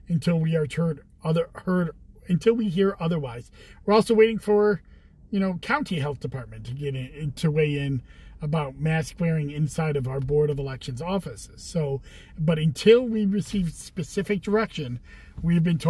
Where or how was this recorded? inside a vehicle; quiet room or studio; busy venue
inside a vehicle